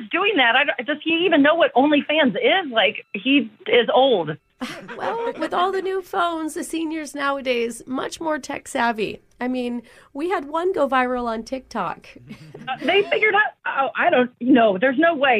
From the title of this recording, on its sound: Phone Tap